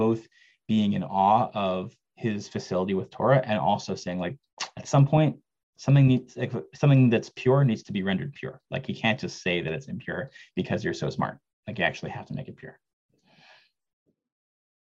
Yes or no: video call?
yes